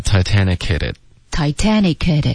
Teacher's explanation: Titanic 这个科跟 hit 的这个 h 呢，两个连发的时候呢，你就听不到这个 h 的音了